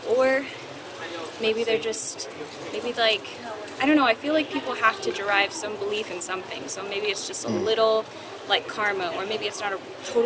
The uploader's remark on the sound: Location: San Antonio, Texas. Audio correction provided by Philipp Grzemba. Sorry also about the noise. While we both likely understand that I have no control over the background noise in this spot, I am sorry for the challenging audio. Something that comes with filming in public, I suppose. Recorded w/Go-Pro.